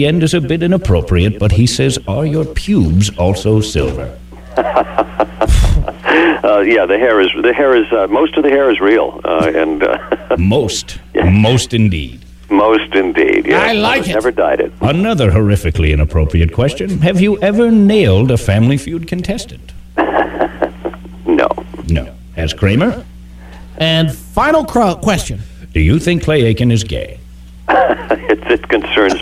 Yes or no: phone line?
yes